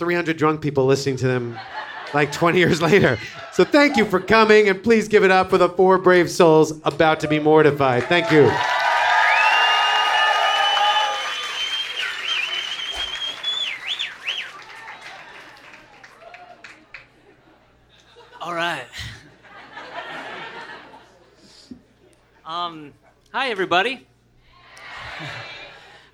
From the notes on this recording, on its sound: Live in Oakland. With this special surprise episode, immerse yourself in a recent Mortified Live event from Oakland, CA. The recording is only minimally edited to maximize the feeling of being at a live show inside your headphones.